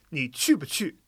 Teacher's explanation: anytime you have the structure of verb, bu, verb, or adjective, bu, adjective, it's going to be fifth tone. So, chu is a verb to go. · you don't want to make the bu in the middle take too long